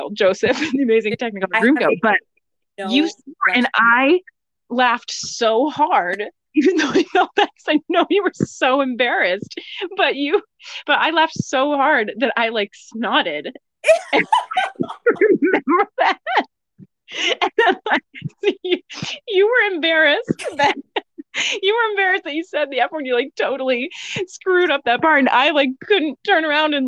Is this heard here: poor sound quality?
yes